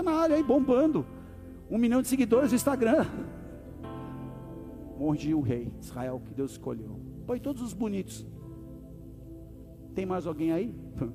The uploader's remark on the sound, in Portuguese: Áudio extraído do Culto do dia 25 de JUL de 2023.